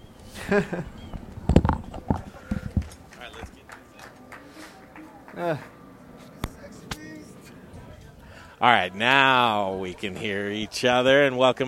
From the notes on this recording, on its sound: Cooking live outside! Fall Dinner Series from Logan Street Denver! We're live from Logan Street Restaurant with our Fall Dinner Series to highlight the best in Colorado Food and Beverage!